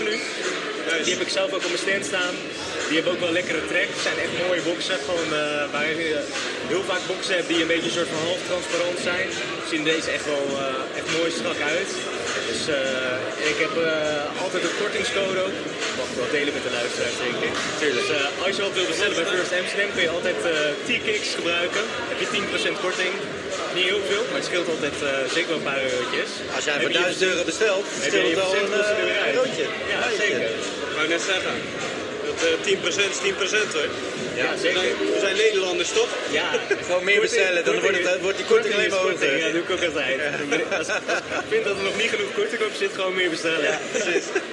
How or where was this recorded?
busy venue